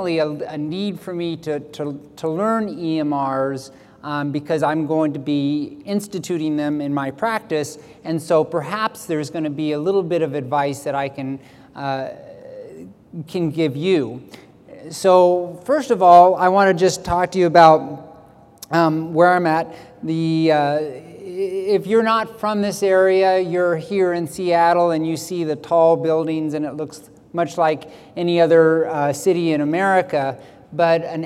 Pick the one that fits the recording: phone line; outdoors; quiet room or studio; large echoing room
large echoing room